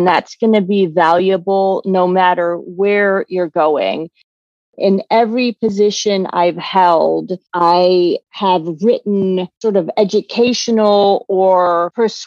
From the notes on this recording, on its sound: interview (via Zoom)